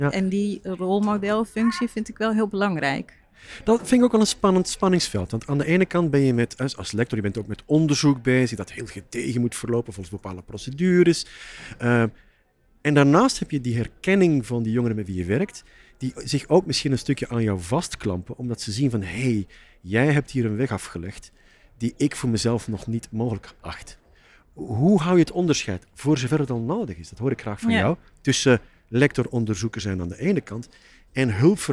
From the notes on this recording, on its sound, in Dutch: Is een podcastserie opgenomen op het SIA congres 2023, het jaarlijkse congres van Regieorgaan SIA. Deze keer vond het congres plaats in de Woonindustrie in Nieuwegein en daarom vonden we het niet meer dan passend om de podcasts letterlijk in bed op te nemen.